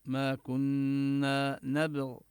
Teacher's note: كل هذا مد طبيعي، وننتبه لغنة النون المشددة ما كنا نبغ، ننتبه لقلقلة الباء، وإذا وقفنا نقف بإسكان الغين